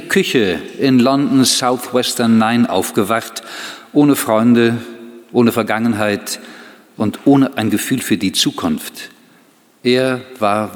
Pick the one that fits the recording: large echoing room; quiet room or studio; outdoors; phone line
large echoing room